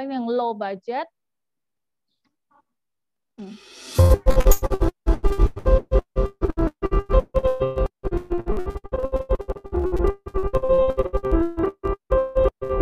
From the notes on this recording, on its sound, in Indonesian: Sukaaaaa sekali zoom kali ini.